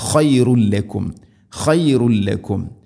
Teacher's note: അൻഫുസക്കും ഇഖ്ഫാ ബിഗുന്ന ദാലിക്കും ഖൈറുൽ ലക്കും ദാലിക്കും ദാലിക്കും അല്ല ദ ذا ذي ذو اذ ذلكم خير لكم خير لا تنوين ശേഷം ലാം ഇദ്ഗാം ബില ഗുന മണിക്കാതെ കൂട്ടിലയിപ്പിക്കണം. തൻവീനിനെ ലാമിലേക്ക് ഇദ്ഗാം ചെയ്ത് മണിക്കാതെ ഉച്ചരിക്കണം. അപ്പോൾ ഖൈറുൻ ലക്കും അല്ല ഖൈറുൻ ല അല്ല ഖൈറുൻ ലക്കും ഖൈറുൻ ലക്കും ഇൻദ ബാരിഇക്കും ഇൻദ ഇവിടെയും നൂനിനെ അവ്യക്തമാക്കി മണിക്കണം.